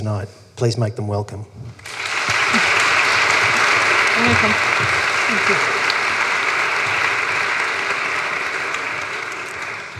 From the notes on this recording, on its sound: This is a live recording from our event.